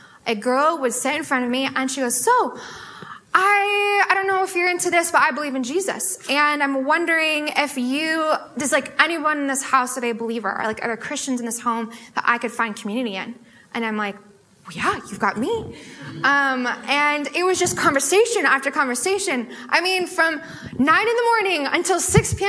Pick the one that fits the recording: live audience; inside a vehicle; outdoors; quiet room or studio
live audience